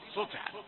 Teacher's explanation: السين يأتي فيها جزء ولو قليل من الصاد